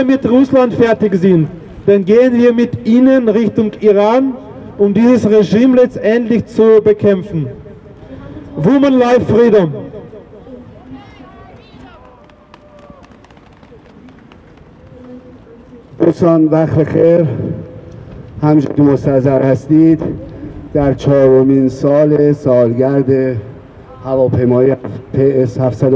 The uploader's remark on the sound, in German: Kundgebung in Wien. Unbearbeitete Aufnahme der Reden auf der Kundgebung. Rund 50 Personen erinnerten am 8.1.2024 bei der Wiener Staatsoper.